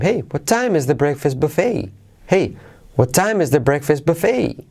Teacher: Ahí sería la entonación natural. Acentuaríamos time.